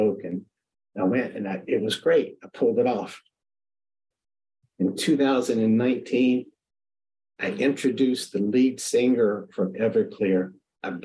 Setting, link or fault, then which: link, video call